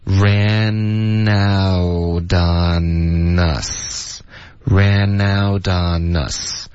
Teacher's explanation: out 的特跟 on 也会连读 ran out on OK out 的特会浊化 ran out onon 跟后面 us 呢也会连读 on us 所以这四个字的连读会有一点难慢慢的练 ran out on us ran